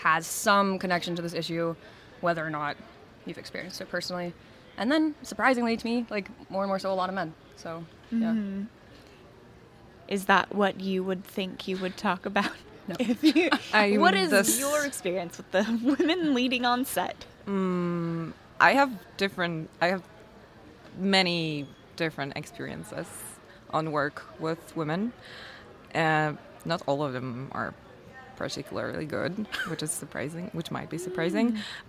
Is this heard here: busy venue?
yes